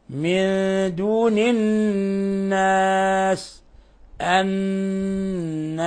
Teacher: النون مشددة فتعطى غنة مقدارها حركتين، فنقرأها هكذا: من دون الناس، الناس، وباللاحق إلصاق طرف اللسان في أصول الثنايا العليا مع غنة من الخشوم، لأن هذا يسموه حرف أغن أو حرف غنة مشدد.